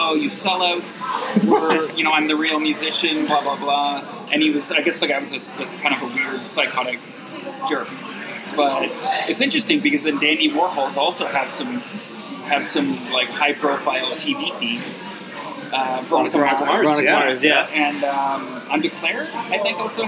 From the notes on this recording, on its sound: We recorded the episode from one of Midtown's finest watering holes Arabella Park!